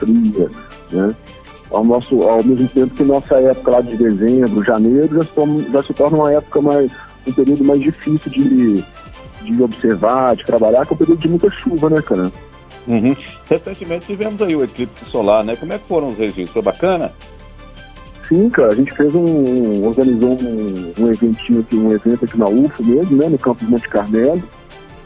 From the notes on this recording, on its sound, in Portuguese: conversei com ele, por telefone